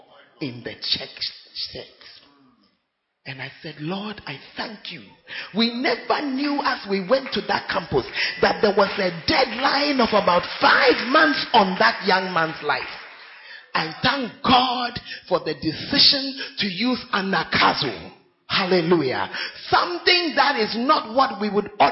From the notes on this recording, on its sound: Preached At Central Assemblies Of God, Ho